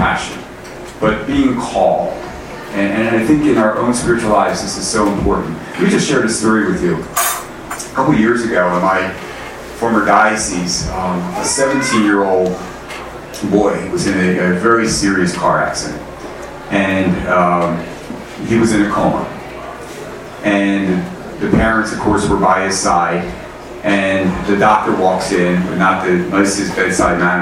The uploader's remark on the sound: Arlington TOT is held on the second Monday of each month at O'Sullivan's Irish Pub located at 3207 Washington Blvd., in Arlington, VA, across from St. Charles Borromeo Catholic Church, a parish in our Diocese.